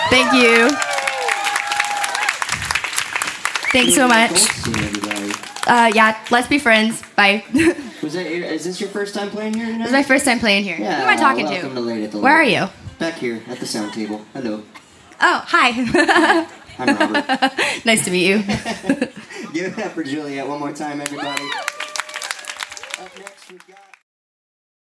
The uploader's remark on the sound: Recorded live at Late at the Lake, at Mozart's Coffee Roasters in Austin, Texas on Tuesday, August 9th, 2022.